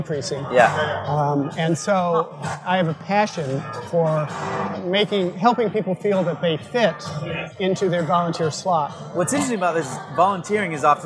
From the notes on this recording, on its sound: LIVE from NIO Summit. Recorded live at the 2018 Nonprofit Innovation and Optimization Summit.